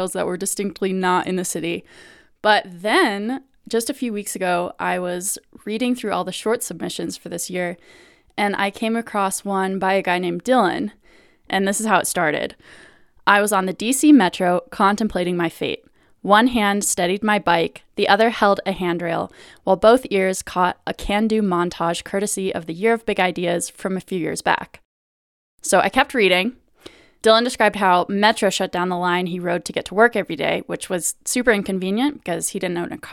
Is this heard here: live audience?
no